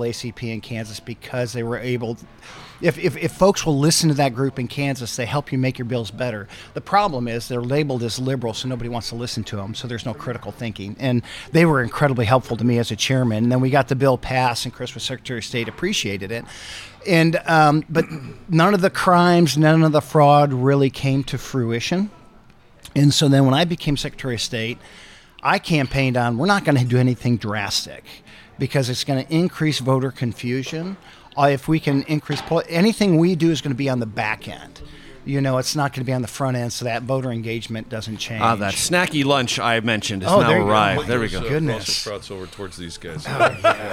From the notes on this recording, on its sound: This episode was recorded on February 6th at Dirty Habit in D.C.'s Penn Quarter neighborhood.